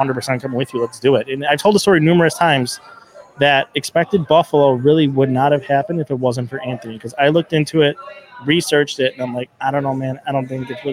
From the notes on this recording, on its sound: In a conversation shot live from Imperial Pizza in South Buffalo.